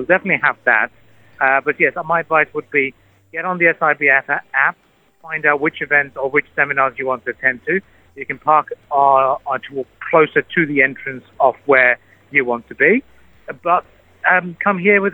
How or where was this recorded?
phone line